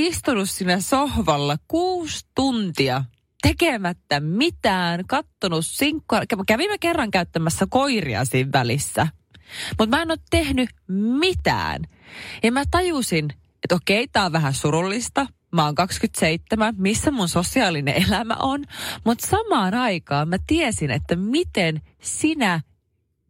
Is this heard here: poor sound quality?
no